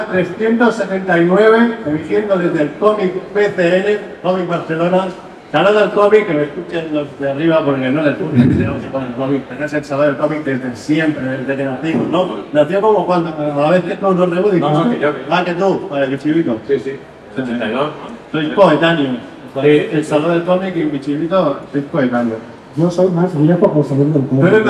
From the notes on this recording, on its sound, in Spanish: Desde el Comic Barcelona. Va y no se graba el audio de la tabla de mezclas. Así que os presentamos este video justito de calidad pero suficiente para que veais la que hemos liado en el Comic BCN 2023. Aunque el audio no sea el mejor.